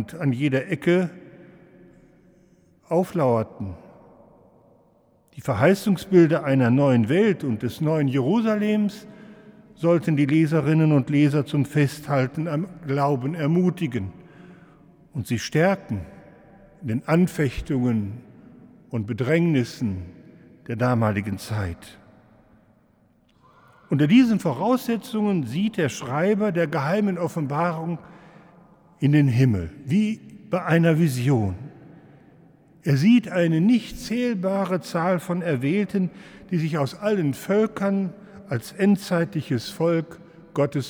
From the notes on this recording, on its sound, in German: Im Hildesheimer Dom.